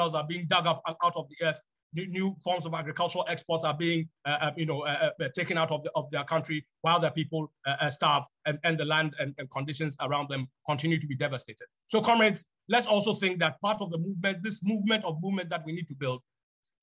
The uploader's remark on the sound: An online event as part of Arise 2022 - A Festival of Left Ideas.